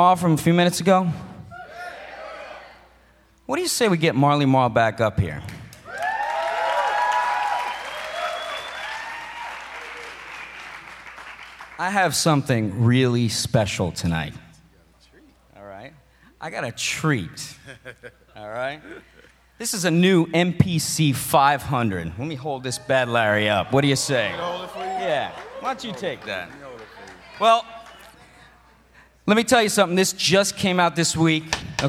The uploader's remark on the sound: Milestones Concert at Berklee. Hosted a concert and awards ceremony entitled Milestones at the Berklee Performance Center in Boston.